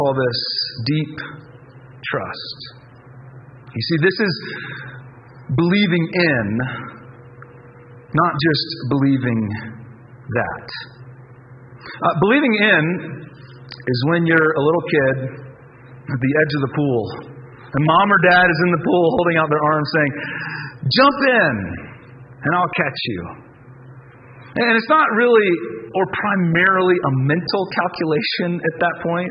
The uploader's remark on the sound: Due to a technical issue, the audio quality of this week’s message is very low quality.